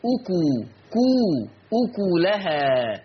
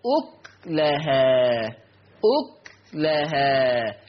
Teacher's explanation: طيب أيضا عندنا في فرش الحروف كلمة أكلها، أكلها، تقرأ بضم الكاف، أكو كو أكلها، أما ورش عن نافع فيقرأ بسكون الكاف · Shown in: second take